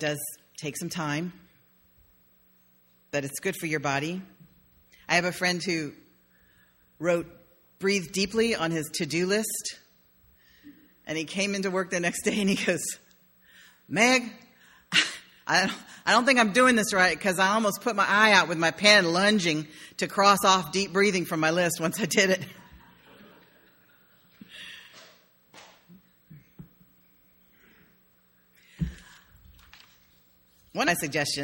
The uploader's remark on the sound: sermon delivered on May 1, 2016.